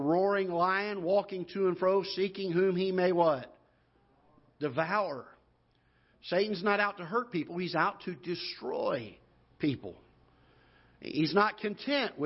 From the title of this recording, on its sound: Ketha Heights Baptist Church ~ Live Broadcast